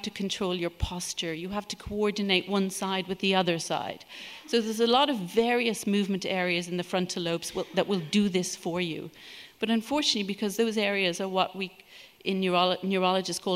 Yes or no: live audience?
yes